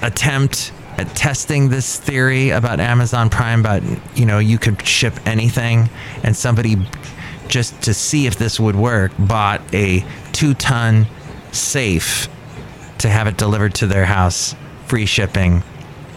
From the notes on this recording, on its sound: podcasts live from Café Anyway